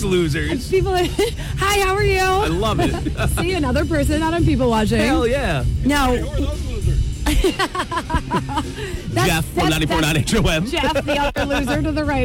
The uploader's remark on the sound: Live from the Fryeburg Fair!